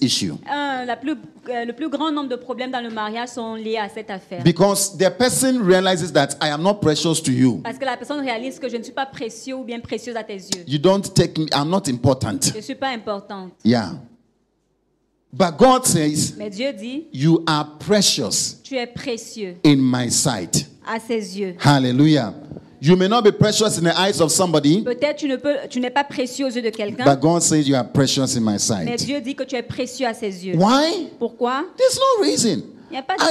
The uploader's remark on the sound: Preached during FCIM_Workers_Conference_2022 Day 1